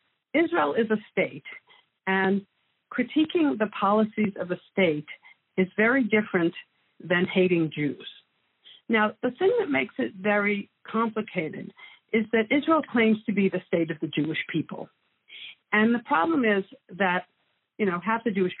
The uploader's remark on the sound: Please pardon the audio quality, this interview took place by phone.